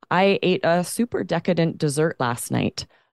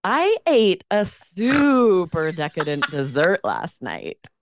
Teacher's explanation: That's a very boring intonation. So it's boring. Quite monotone. There's no variety in your tone. · Shown in: first take